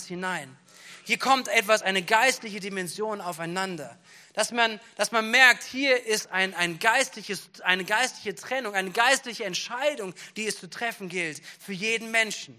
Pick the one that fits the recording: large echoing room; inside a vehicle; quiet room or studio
large echoing room